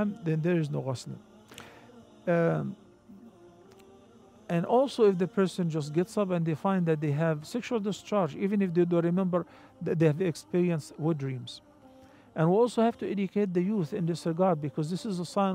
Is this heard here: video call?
no